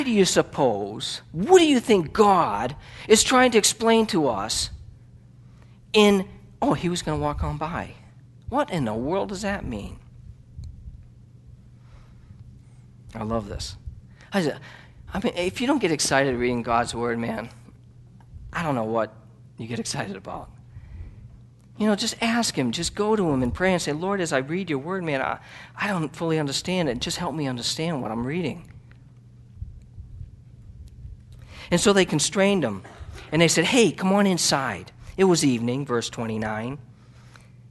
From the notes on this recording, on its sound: Sermon was recorded October 13, 2009 at Northside Baptist Church of Elkhart, Indiana